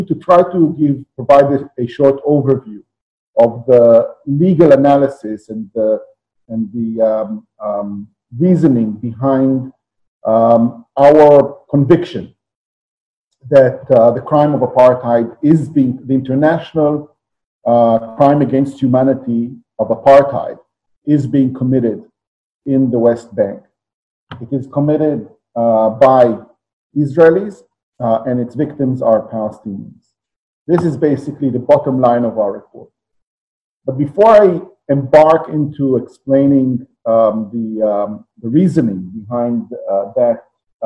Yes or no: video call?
yes